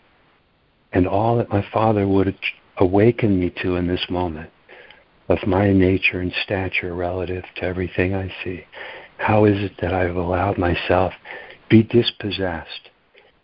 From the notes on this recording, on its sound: ACIM Daily Conference Call